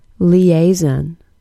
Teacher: S in the middle is pronounced as a Z sound, and then we have schwa in the final syllable.